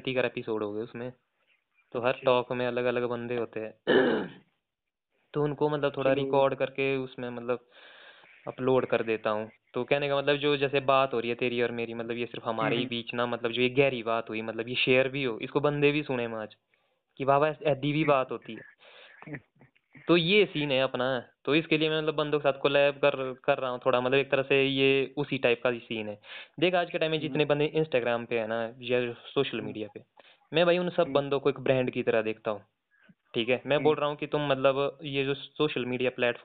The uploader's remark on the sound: A phone call talk